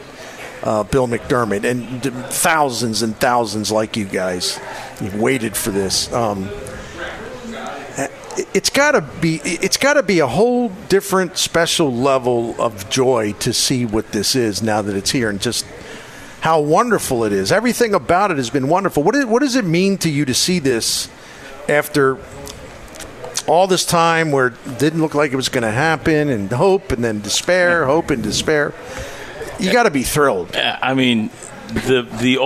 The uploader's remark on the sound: Live at Friendly's